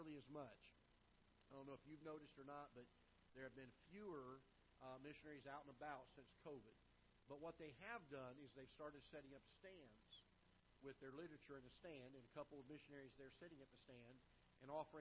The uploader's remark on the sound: Ketha Heights Baptist Church ~ Live Broadcast